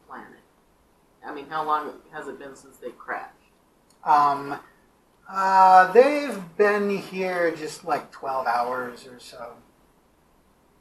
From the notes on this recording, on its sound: The first two episodes have audio issues as I learned how to record table audio better.